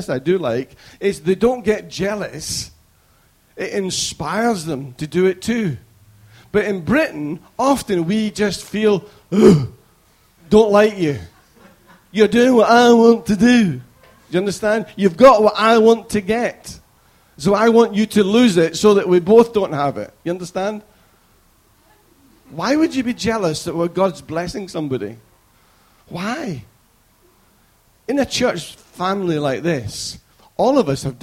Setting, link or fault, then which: setting, large echoing room